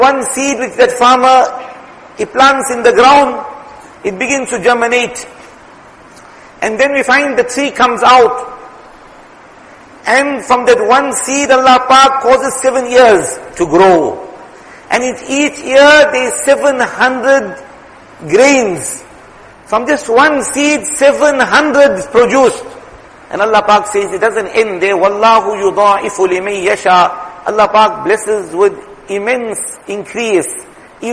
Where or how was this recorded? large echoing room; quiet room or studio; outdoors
large echoing room